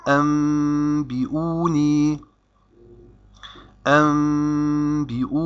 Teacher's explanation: أن نقلب النون الساكنة التي في هذه الكلمة إلى ميم ثم نخفي هذه الميم عند الباء تنطق هذه الكلمة أنبئوني، أنبئوني. · Term: الإقلاب